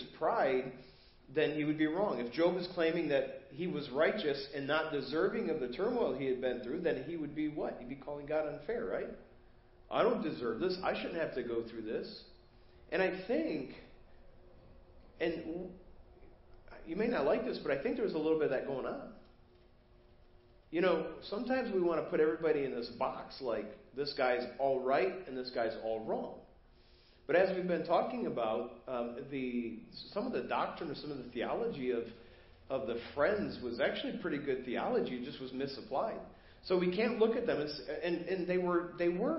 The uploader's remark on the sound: Preached at First Baptist Church of Hazel Park